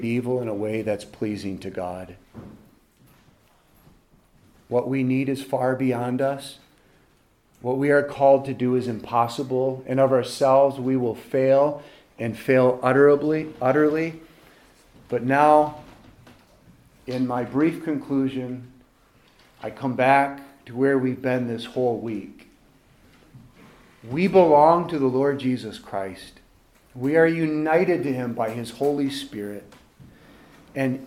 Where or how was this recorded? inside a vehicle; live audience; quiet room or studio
live audience